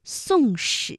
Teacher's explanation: 它的声母呢，分别是 s 和 sh，这是平舌音和卷舌音之间的连读